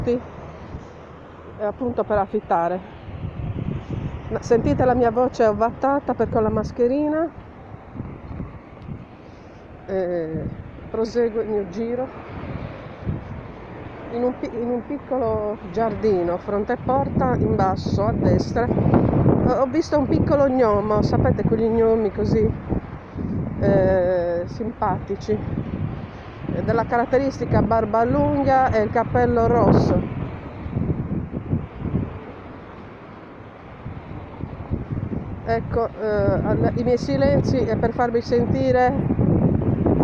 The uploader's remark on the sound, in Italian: Live tour descrittivo. Audiolive ambientale da Quartu Sant'Elena centro, zona Viale Colombo. Partenza audio da parco con statua di Padre Pio descritta in incipit.